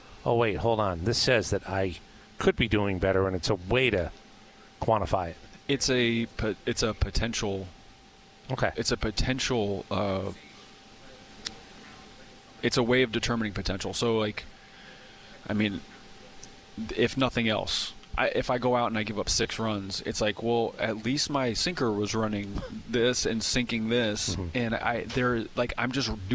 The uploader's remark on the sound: at 2024 Braves Fan Fest